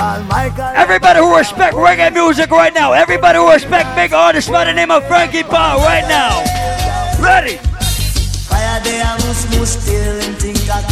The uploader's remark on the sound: Live party audio recording. Live at island saturdays.